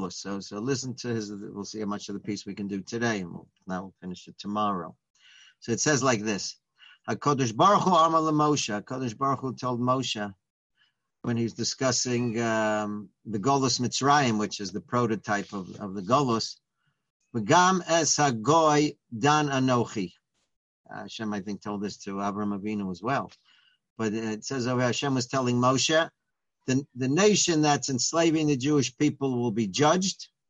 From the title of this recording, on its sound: Live On Zoom: 7-6-2020